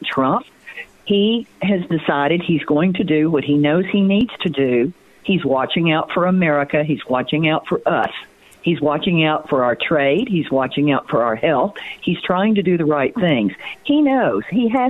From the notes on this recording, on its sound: on the phone